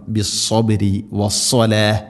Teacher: സാദ് ഉച്ചരിക്കുന്ന സമയത്ത് നാവിൻ്റെ മധ്യഭാഗം അണ്ണാക്കിലേക്ക് ഉയർന്നു നിൽക്കണം